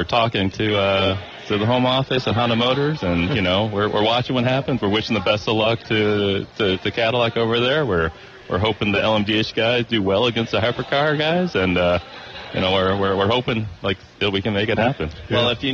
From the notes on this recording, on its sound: LIVE FROM DETROIT GP